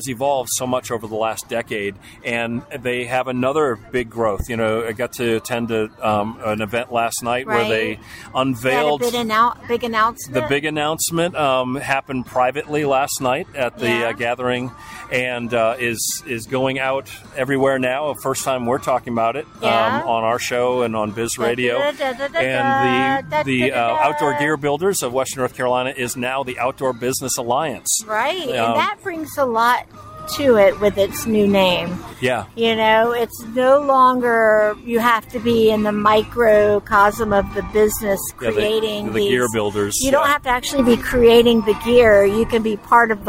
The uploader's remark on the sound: Were on location for BizRadio.US for the 2023 Get In Gear Fest, put on by The Outdoor Gear Builders of WNC, Prestige Subaru and more sponsors (including BizRadio).